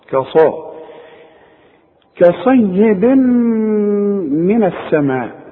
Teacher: الاول ارقق الكاف وبعدين أفخم الصاد